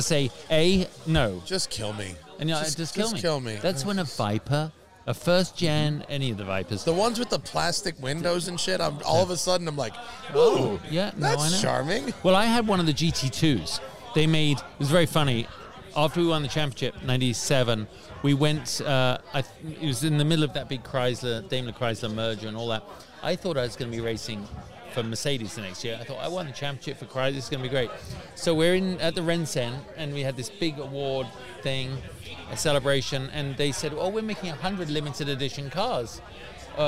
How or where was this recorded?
outdoors